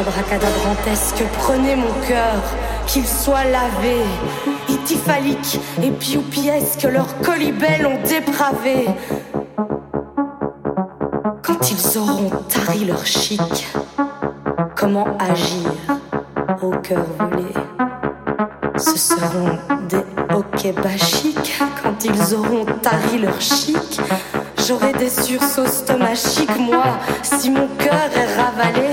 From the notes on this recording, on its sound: This Dj Set Was Recorded At Summer Contrast Festival 2022